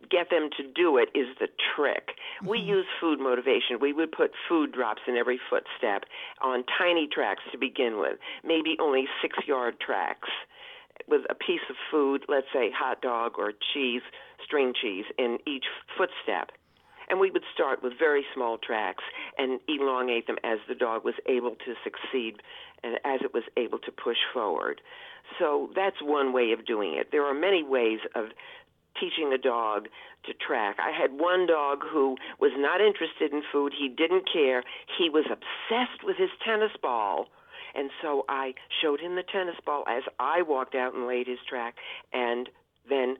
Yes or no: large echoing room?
no